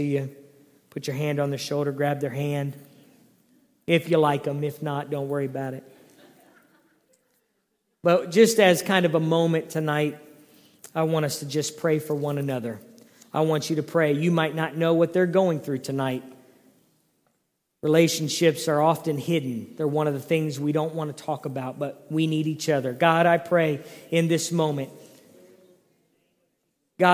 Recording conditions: large echoing room